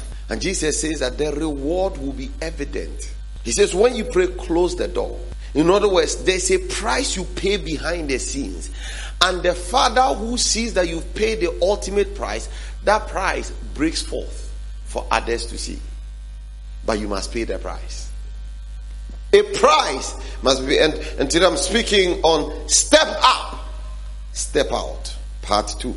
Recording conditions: large echoing room